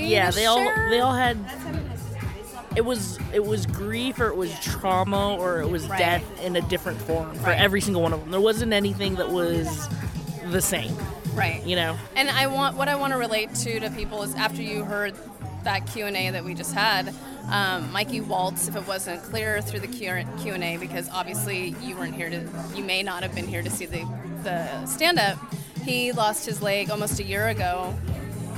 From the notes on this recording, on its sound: It's our second year hosting the LIVE Q&A podcast after Reimagine's "Good Grief" comedy show at the legendary Punch Line comedy club. We had the pleasure to record on stage right after the show.